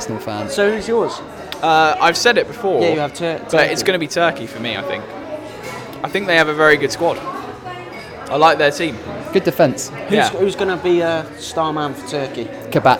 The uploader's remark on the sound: they chose to record in a Las Iguanas on the South Bank